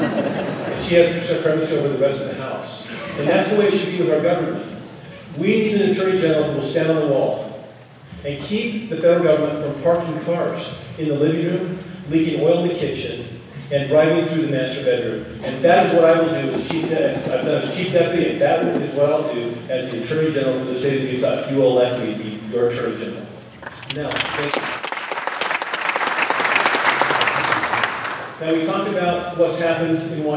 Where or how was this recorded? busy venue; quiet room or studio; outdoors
busy venue